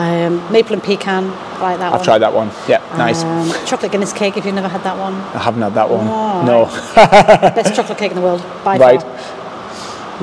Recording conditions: background noise